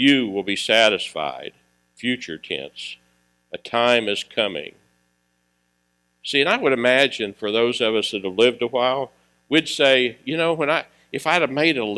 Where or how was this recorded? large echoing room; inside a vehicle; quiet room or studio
large echoing room